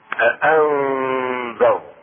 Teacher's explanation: النون الساكنة تخفى عند الذال مع الغنة